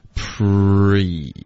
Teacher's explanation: 从这个 p 爆破的音就直接到了一个撅嘴唇的一个嘴型，然后就可以发这个 r